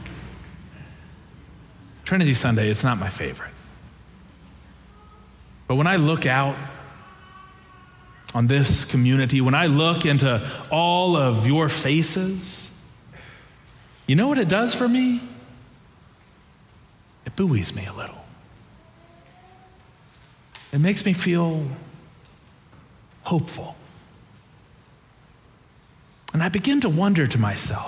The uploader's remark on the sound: Preached on June 4, 2023 for our Sanctuary and MorningSong Worship Services.